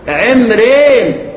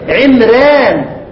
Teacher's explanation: هناك مش ترقيق راء، هناك إمالة الألف · Shown in: first take